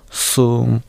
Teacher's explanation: ザの音がタイ語にはないので代わりにサの音を使います